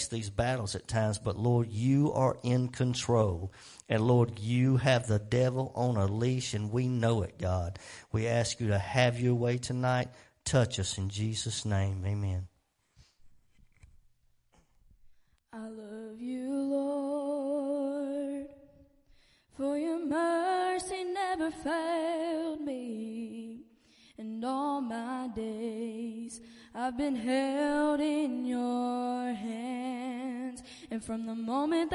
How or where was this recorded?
large echoing room